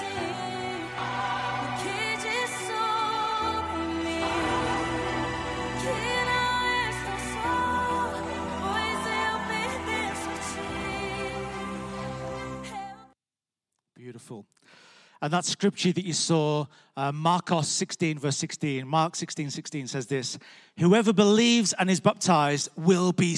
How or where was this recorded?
large echoing room